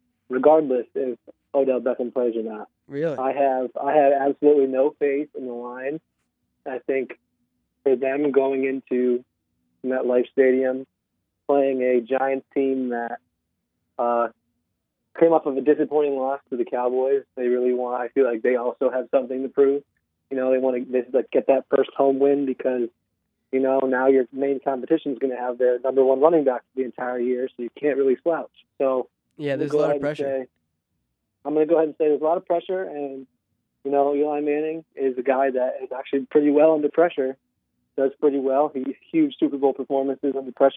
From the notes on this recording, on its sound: returns via the phone lines